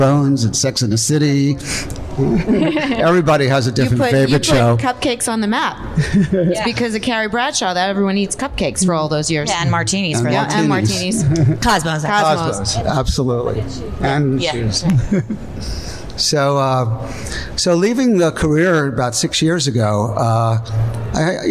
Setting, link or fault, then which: setting, live audience